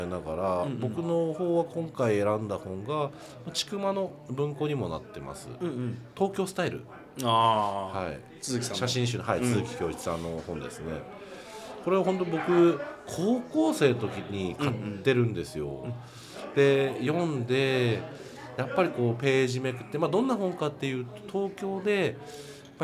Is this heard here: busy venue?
yes